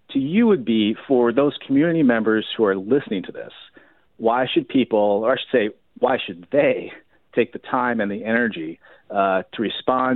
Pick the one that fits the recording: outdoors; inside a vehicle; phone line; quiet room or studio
phone line